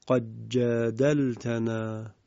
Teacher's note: ادغام دال کلمه قد در جیم کلمه جاءکم